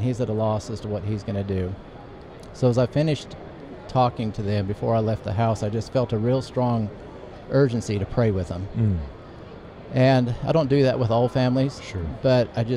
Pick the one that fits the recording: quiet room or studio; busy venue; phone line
busy venue